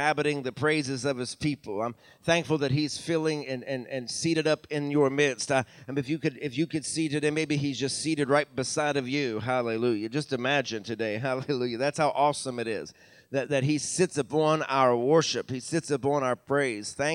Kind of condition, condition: setting, large echoing room